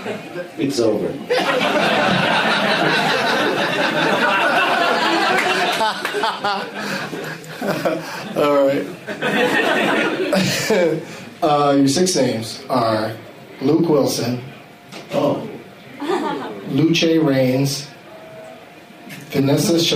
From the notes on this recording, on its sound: plays against audience members at Comedy Bar in Toronto, ON, Canada